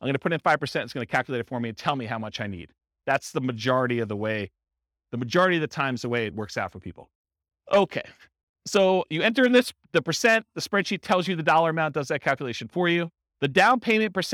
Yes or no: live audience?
yes